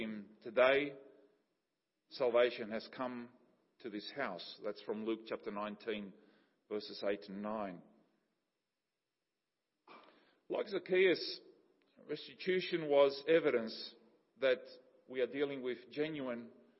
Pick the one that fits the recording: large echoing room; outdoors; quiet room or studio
large echoing room